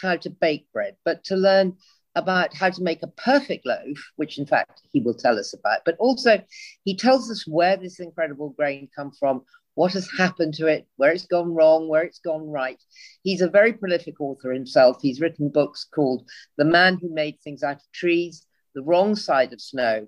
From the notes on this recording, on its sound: This talk was recorded online in March 2021.